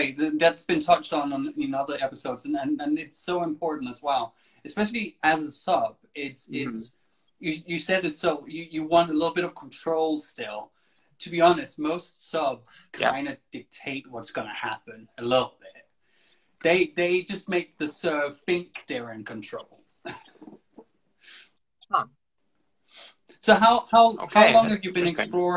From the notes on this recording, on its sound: Recorded on 22 August 2020 on Instagram Live